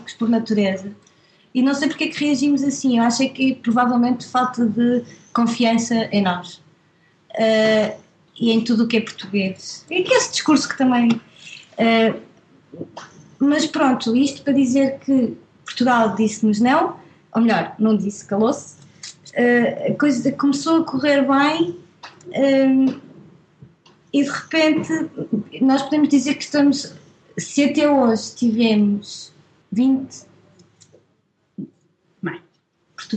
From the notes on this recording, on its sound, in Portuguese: Foi via Skype pois estavam no Porto, e eu na minha casinha. Durante a entrevista parecia-me ouvir ressonar, mas não quis dizer nada.